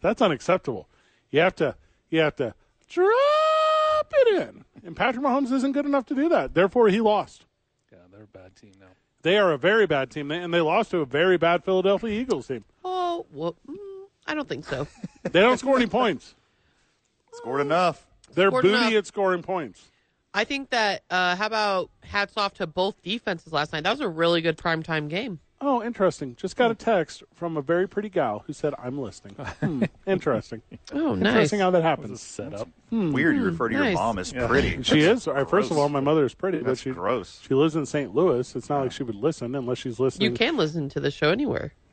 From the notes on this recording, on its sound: Live from The ABQ Dukes Store.